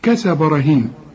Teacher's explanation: كل الحروف مرققة ما عدا الراء، الراء مفخمة